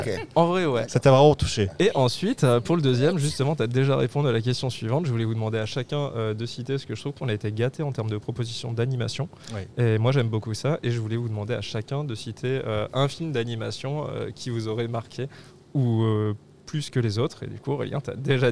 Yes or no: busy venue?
yes